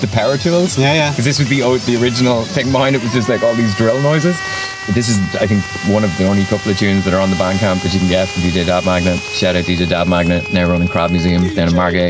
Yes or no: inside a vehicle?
yes